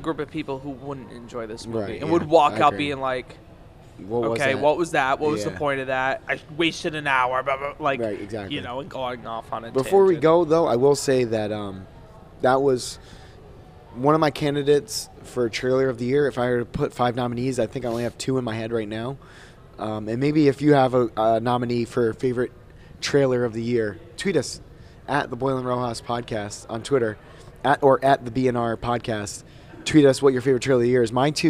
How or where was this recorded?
busy venue